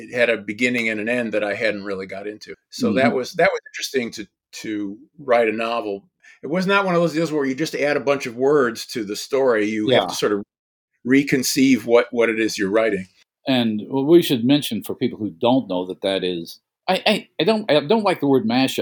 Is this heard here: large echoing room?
no